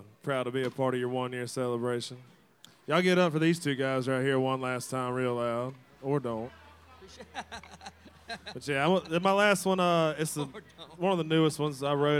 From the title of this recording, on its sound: Rounds At Live Oak In Nashville